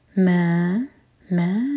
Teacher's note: مدي منفصل چار حرکا لمبا